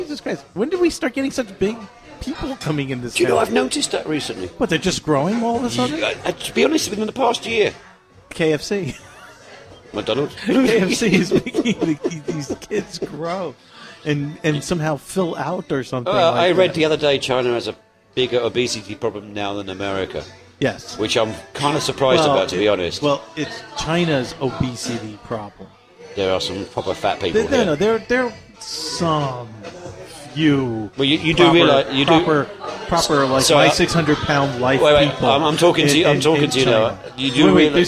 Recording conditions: busy venue